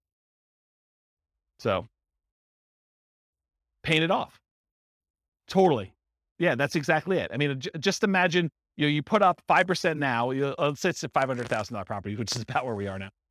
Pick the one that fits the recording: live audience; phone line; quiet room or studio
live audience